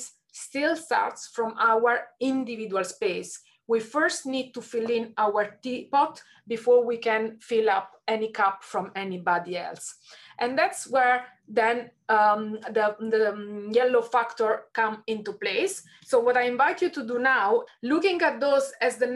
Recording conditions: video call